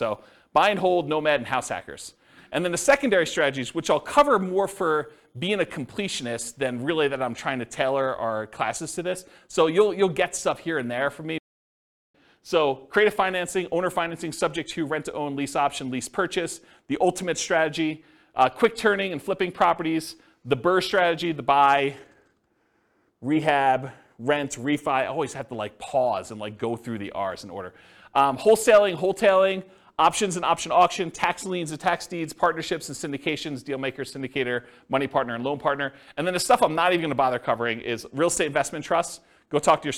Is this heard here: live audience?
yes